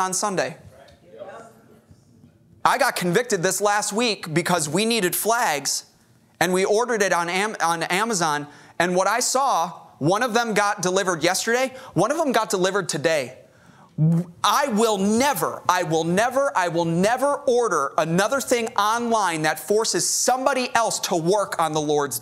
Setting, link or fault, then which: setting, large echoing room